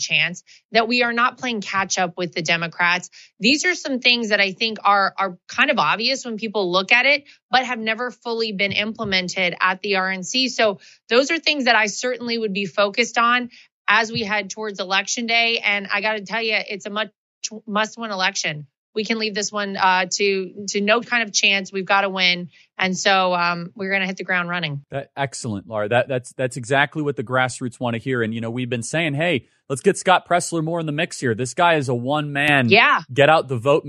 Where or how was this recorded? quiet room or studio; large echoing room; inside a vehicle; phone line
quiet room or studio